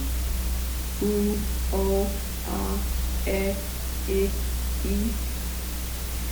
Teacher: There's a progression of vowels that goes from more closed to more open.